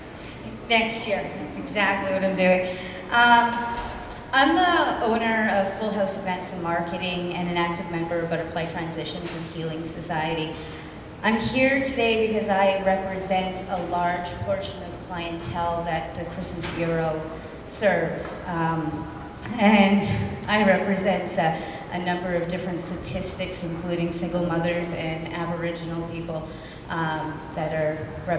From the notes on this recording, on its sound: We actually interviewed him before a live studio audience.